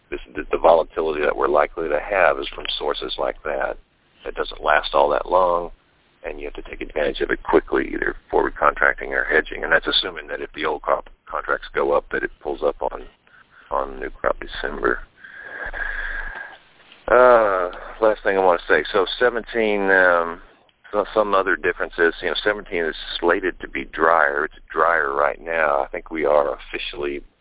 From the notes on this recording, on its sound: Monthly Conference call